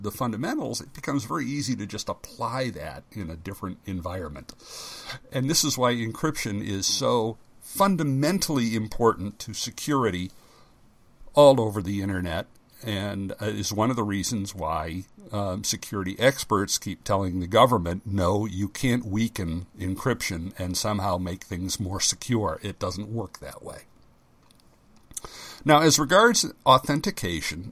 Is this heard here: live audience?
no